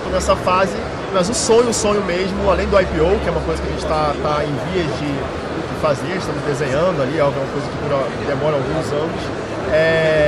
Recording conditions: busy venue